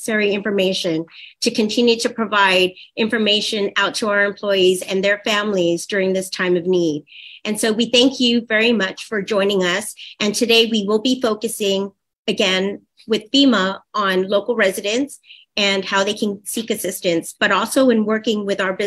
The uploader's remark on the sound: Disaster Recovery Virtual Workshop.